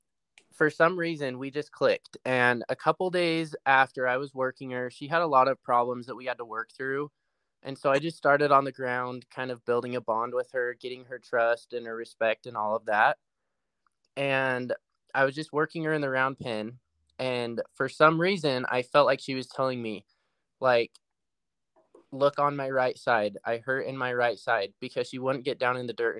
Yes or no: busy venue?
no